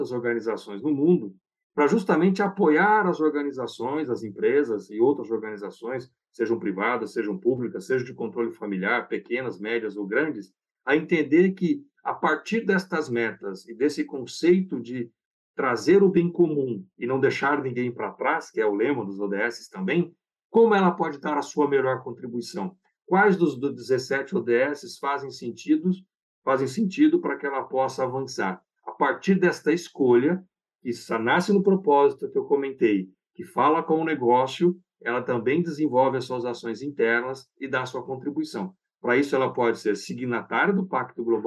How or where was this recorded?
video call